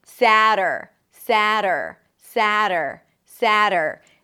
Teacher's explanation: The tongue flips against the upper palate and pulls back for the R.